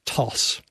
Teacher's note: You'll see that there's a part of that wave where there's a t, and that just looks like nothing, because when I say a t sound, my tongue stops everything. Everything shuts down. Then I go aw, and that'll look like a nice juicy wave up and down.